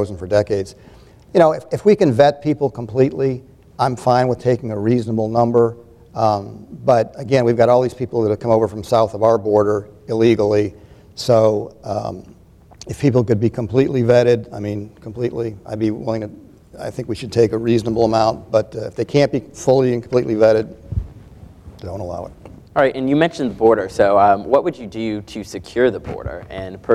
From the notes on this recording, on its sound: This is a live recording of the American Democracy Project Town Hall Meeting. This event was recorded live Wednesday, October 27 on the campus of Georgia College.